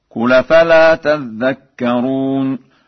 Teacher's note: قرأ ورش بتشديد الذال هكذا: قل أفلا تذكرون.